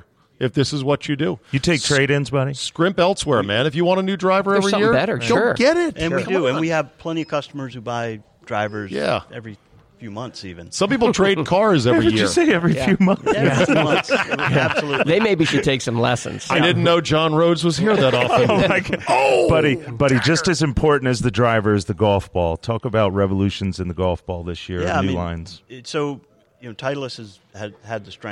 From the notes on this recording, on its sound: Taped live at GolfDom Golf in Tyson's Corner, VA.